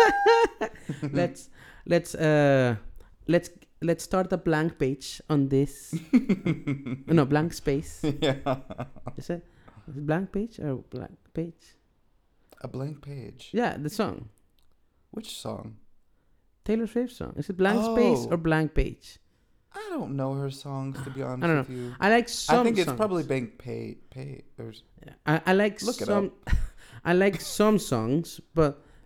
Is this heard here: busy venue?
no